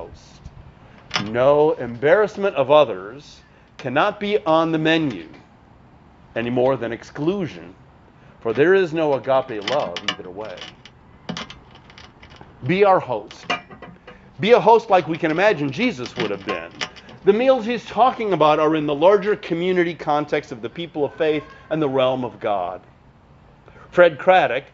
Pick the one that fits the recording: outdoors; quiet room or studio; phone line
outdoors